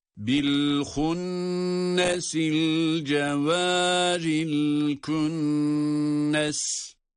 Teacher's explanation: Hem önceki ayetteki el hunnes kelimesinde hem sonraki ayetteki el künnes kelimesindeki nunlar şeddeli oldukları için bunları tutuyoruz